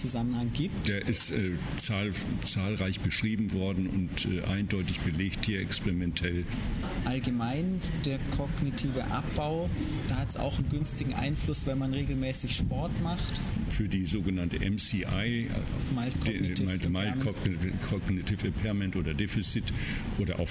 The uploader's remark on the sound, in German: Das Interview wurde auf einer Konferenz mit entsprechender Geräuschkulisse aufgenommen.